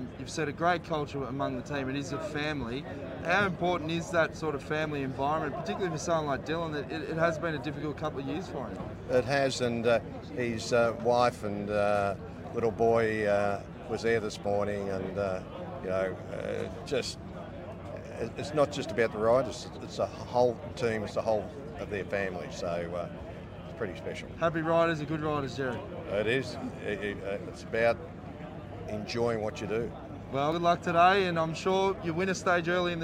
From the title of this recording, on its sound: Live from stage 5 at the Tour de France!